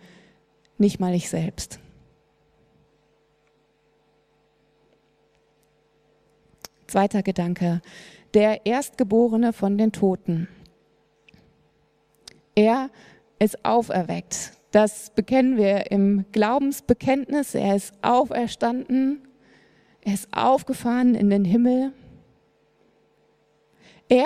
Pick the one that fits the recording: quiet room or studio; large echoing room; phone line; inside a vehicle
large echoing room